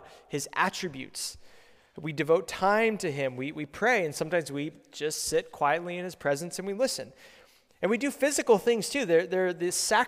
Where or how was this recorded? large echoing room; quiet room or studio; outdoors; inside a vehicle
large echoing room